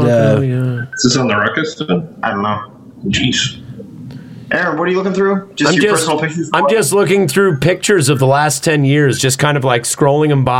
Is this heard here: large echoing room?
no